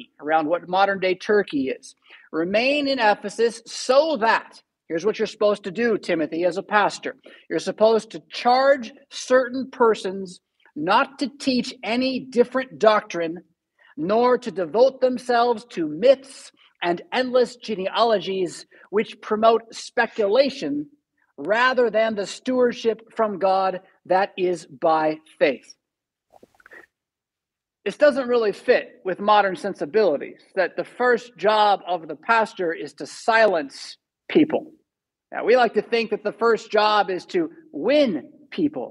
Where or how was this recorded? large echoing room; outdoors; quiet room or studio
large echoing room